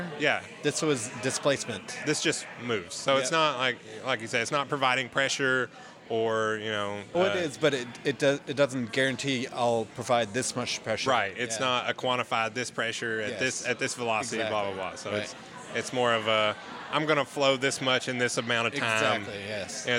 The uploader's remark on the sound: We sat down for a pint